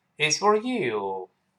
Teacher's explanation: 注意 you 有重读，这个时候元音不弱化